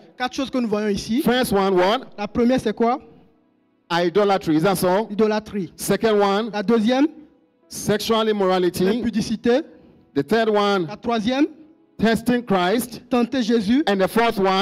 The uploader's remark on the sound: Preached during Joyful Hour Sunday Service